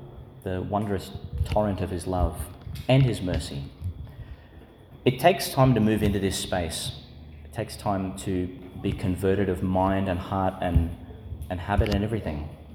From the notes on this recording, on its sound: delivered in St Patrick's Church, Calliope, Qld.